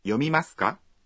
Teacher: se agrega la partícula ka al final de la oración y se la pronuncia en tono ascendente. Entonces la forma interrogativa de yomimasu leer es...